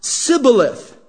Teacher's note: the dialect spoken by the men of Ephraim made it difficult for them to pronounce that sh sound. And so it would always come out sibboleth. And so when they got to the river and they were asked to speak the password, if they said sibboleth, it gave them away.